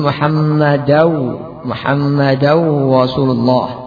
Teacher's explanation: mengganti ra dengan waw sehingga menjadi Muhammadaw